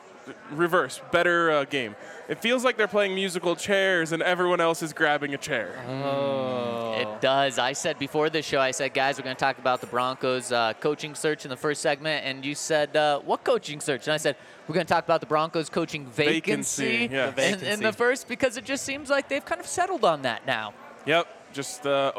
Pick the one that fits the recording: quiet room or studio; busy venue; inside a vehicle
busy venue